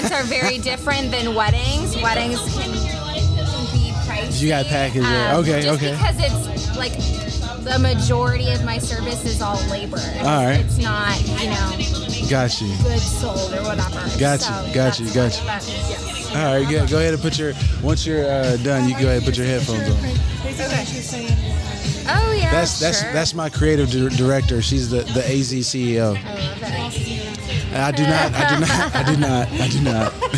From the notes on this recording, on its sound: Live on the scene, chocolate art show interviews. Chocolate Art Show Interviews Sounds of the Event.